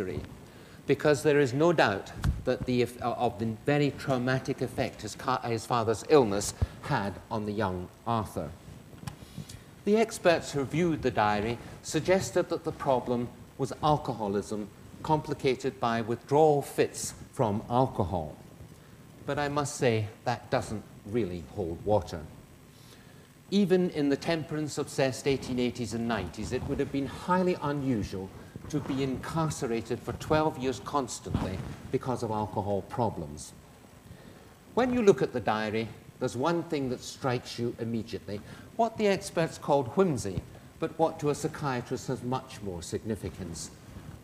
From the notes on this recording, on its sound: This lecture is part of the Medical Detectives, a series of public lectures. In the Anatomy Lecture Theatre at the University of Edinburgh.